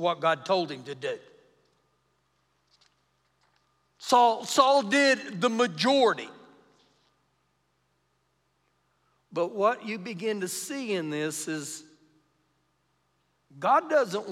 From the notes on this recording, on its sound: Recorded live during our Wednesday night service